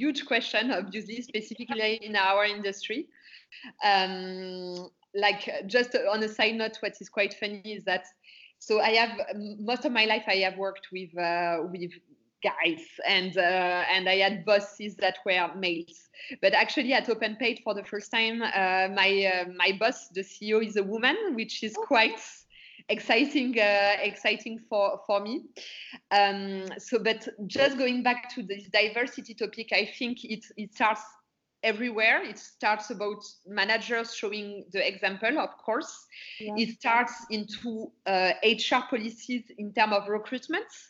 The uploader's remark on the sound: is joined over Skype